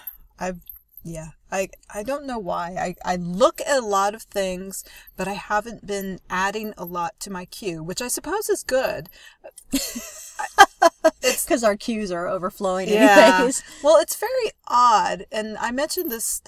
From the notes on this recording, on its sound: we record in the redwoods